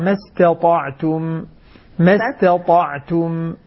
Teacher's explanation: رقق التاء فخذ الطاء